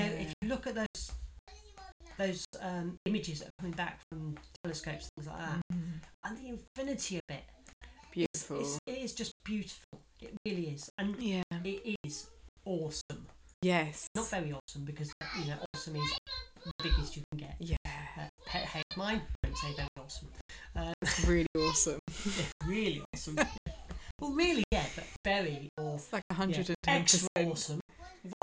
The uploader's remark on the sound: Sorry poor sound quality.